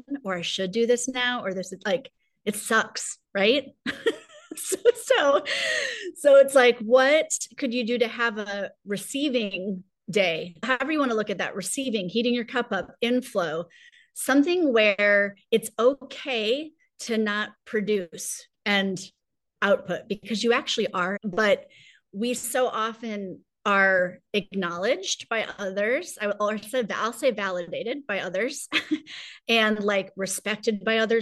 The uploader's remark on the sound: This minisode is a short, sweet and super actionable clip I pulled from a live monthly call in my ‘Thrive’ membership .